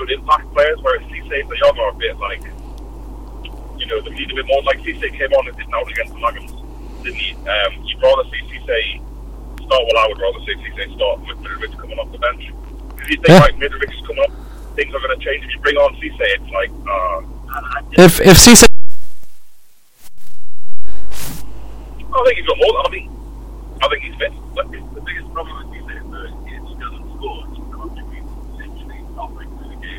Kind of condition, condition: setting, inside a vehicle